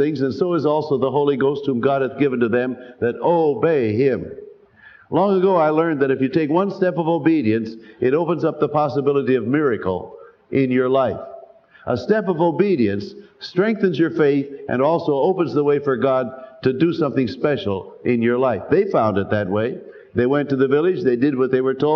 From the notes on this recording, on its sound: Sermon, preached live. At Calvary Baptist Church, New York City.